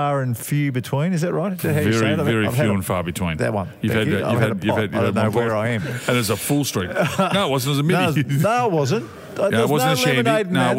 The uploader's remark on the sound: We're live in the pub today, having a couple of quiet beers. Live from the Burvale Hotel in Melbourne.